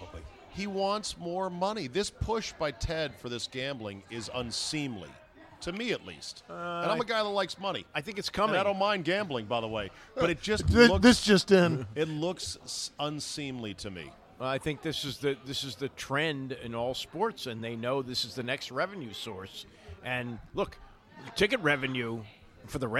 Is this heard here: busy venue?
yes